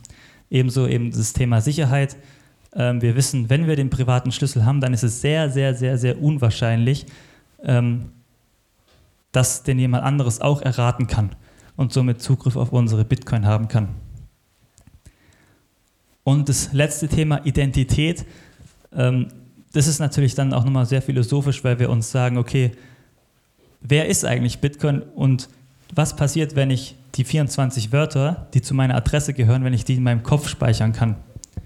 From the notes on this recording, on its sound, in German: Als Live-Mitschnitt vom Mises Karma Live Event. Im Hotel Princess, Plochingen.